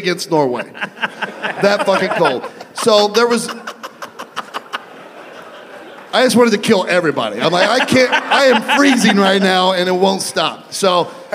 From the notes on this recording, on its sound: Live from the Jo Ann Davidson Theatre in Columbus, Ohio. LIVE FROM COLUMBUS. He fields some questions from the guys.